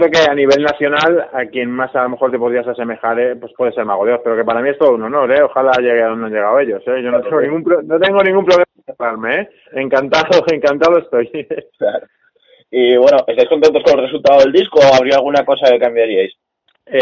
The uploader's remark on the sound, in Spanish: Entrevista telefónica